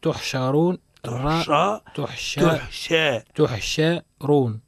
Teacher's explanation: الراء مفخمة لأنها كانت متحركة بالضم. لأنها متحركة، حكمها التفخيم لأنها متحركة بالضم.